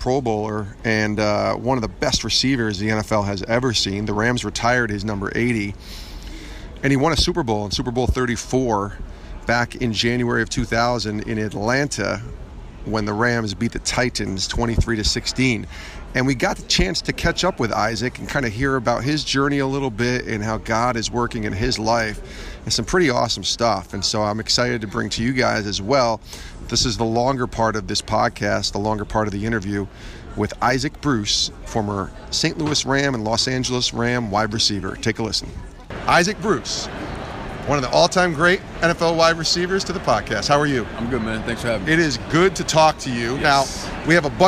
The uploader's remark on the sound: live from Super Bowl LII in Minneapolis